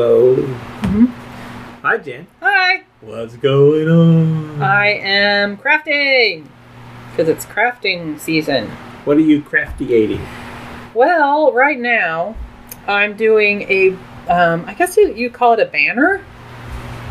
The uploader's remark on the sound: We were sitting around the table after dinner. The sound is crappy but that's how we roll with 1/2 a dozen fans running.